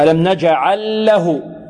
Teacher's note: هنا إدغام، اللام في اللام إدغام. إدغام مثلين